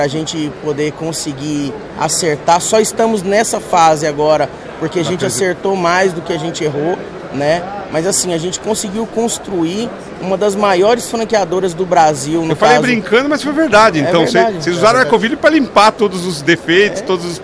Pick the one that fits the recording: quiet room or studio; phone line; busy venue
busy venue